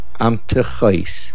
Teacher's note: Amtechois means sacks, plural, and the accent is milra